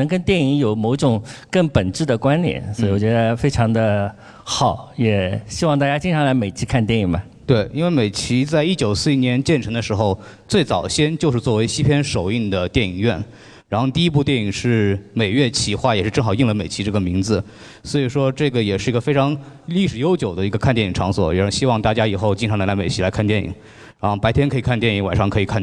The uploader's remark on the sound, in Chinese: 上海美琪大戏院。映后交流的现场录音。回答了现场观众的录音。